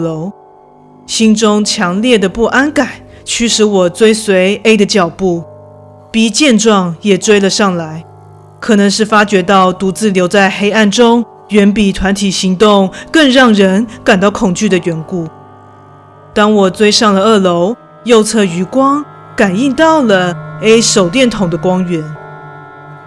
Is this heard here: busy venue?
no